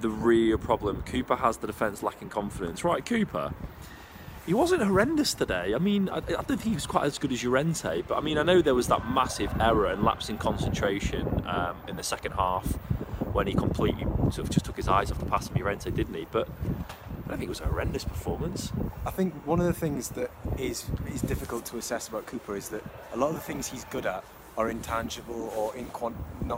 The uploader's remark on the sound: LIVE from Elland Road